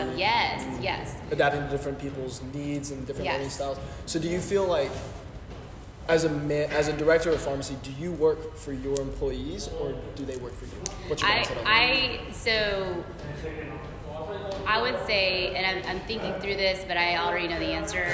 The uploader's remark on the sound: We recorded our podcast here, so thank you to Baylor Scott & White for being so accommodating. Sorry about the echo!